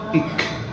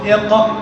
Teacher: تقول إق إك إق إك، فالكاف أقرب إلى وسط اللسان والقاف أقرب إلى الحلق